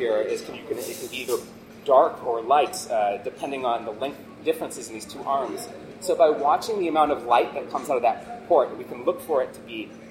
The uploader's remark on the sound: Listen in to the recording of YSA Melbourne's Science Cafe